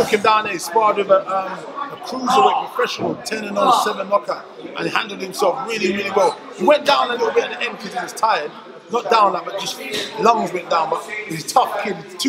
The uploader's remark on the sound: Video Interview. Please Excuse The Background Noice, It Was Really Busy In The Gym.